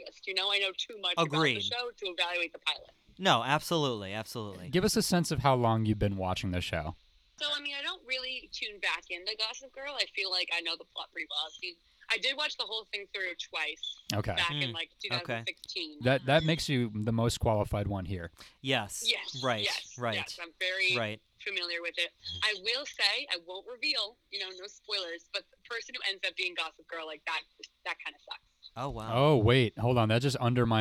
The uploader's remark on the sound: We also phone in our first guest, who clearly knows more than we do.